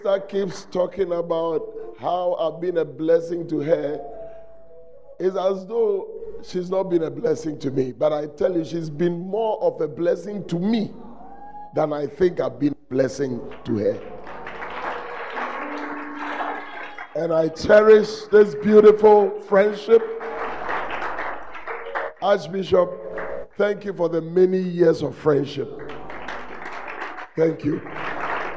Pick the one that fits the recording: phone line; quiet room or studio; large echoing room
large echoing room